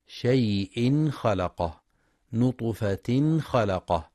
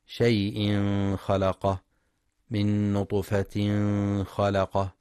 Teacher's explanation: ينتبه القارئ للإظهار الحلقي عند حرف الخاء · Shown in: first take · شيء خلقه نطفة خلقه، فلا يقرأ شيء خلقه من نطفة خلقه بالإخفاء.